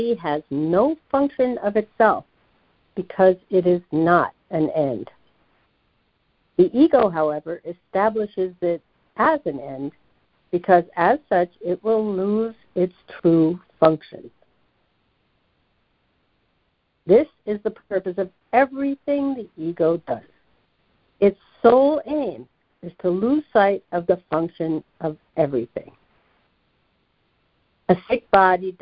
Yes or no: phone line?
yes